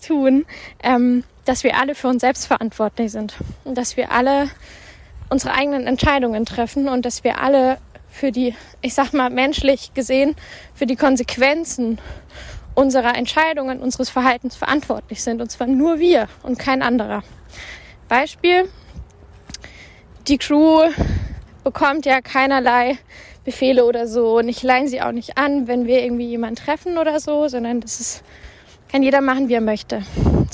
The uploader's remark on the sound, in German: live vom Spaziergang